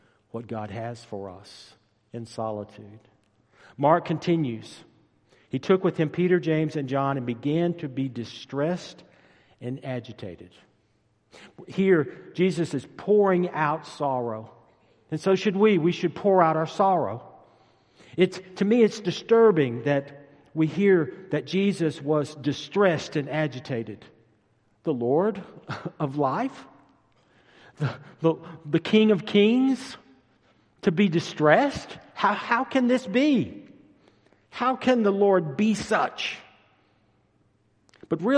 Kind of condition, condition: setting, large echoing room